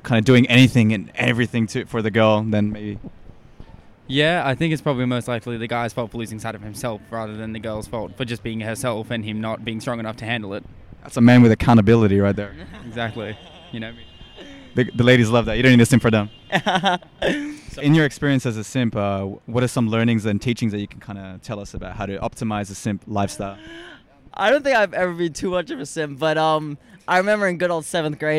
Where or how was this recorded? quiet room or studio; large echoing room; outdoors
outdoors